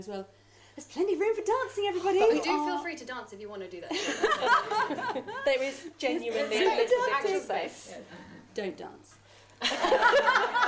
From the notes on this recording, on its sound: Recorded in front of a live audience as part of Winchester Cocktail Week.